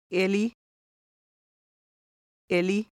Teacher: includes the Finnish I, pronounced somewhat like the E in me, but shorter